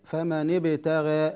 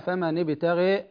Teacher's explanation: أيضا فمن ابتغى التقليل، في كلمة ابتغى التقليل قلنا هو جعل الألف، تقريب الألف من الياء قليلا · Shown in: first take